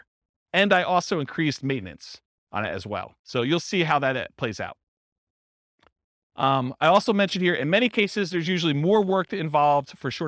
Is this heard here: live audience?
yes